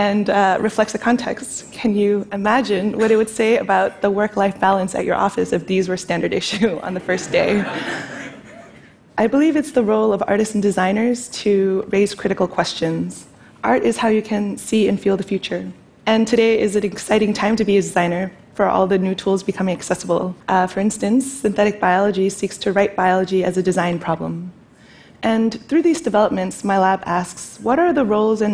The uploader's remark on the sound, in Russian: В этом кратком живом выступлении. Это выступление записано на мероприятии TEDx, независимо организованном местным сообществом с использованием формата конференций TED.